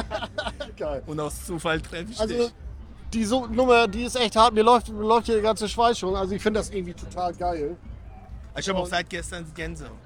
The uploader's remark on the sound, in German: Die Story habe ich mal kurz auf der Magic Bike Rüdesheim am Rhein aufgenommen.